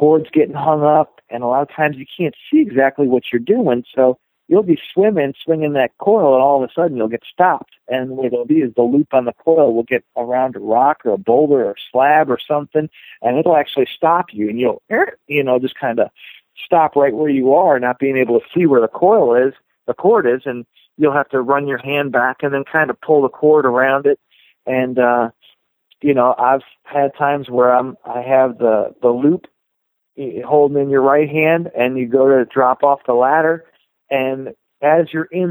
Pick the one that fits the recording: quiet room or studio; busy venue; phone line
phone line